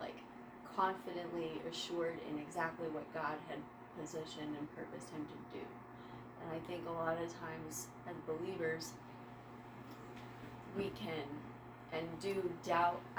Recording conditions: poor sound quality